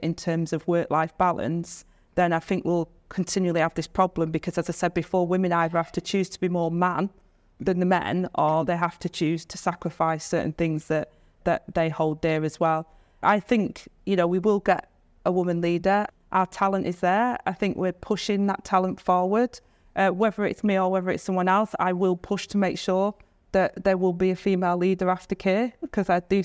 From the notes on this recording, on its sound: A live event hosted by The Global Institute for Women's Leadership at King's College London. In this episode, you'll hear that conversation, recorded live from the event.